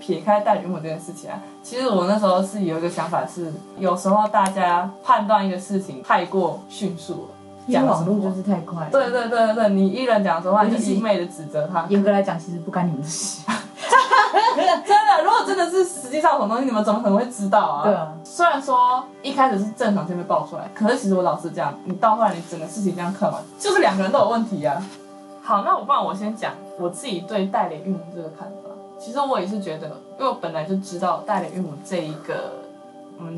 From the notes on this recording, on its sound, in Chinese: 本集收音有點小小的狀況，所以墊了音樂，但是有意外的聽覺效果。